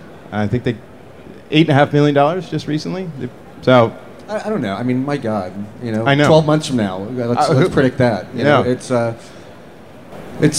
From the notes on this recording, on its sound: broadcasting live from the event floor at the NAB conference in Las Vegas Nevada!